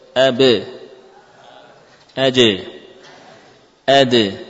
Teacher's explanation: Suara qalqalah adalah persis sama dengan suara vokal e.